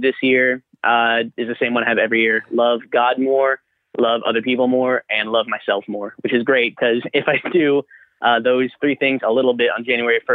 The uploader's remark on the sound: Listeners (and a couple special guests) called in for a series of brief one minute calls